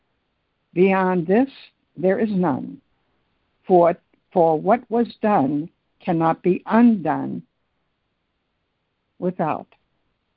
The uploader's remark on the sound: ACIM Daily Conference Call